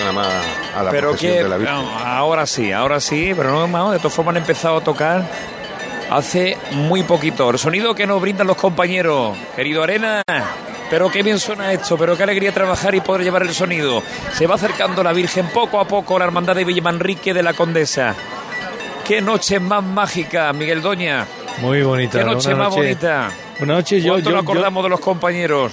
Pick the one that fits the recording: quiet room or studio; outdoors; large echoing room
outdoors